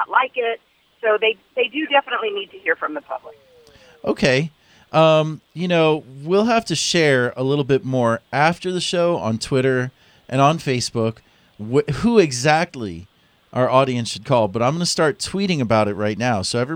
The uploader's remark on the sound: Called. Joined us in studio.